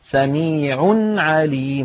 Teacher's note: فننطق بعد العين نونا ساكنة ثم ننطق العين · Term: إظهار التنوين